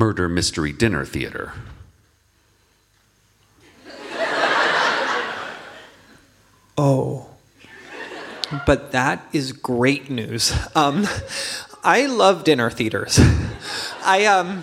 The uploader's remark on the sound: Clips from our new live recording, The Investigators